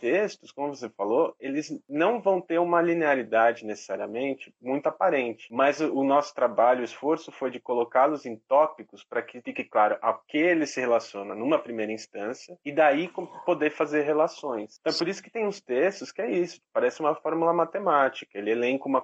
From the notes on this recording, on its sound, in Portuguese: excertos do áudio da conversa realizada ao vivo no instagram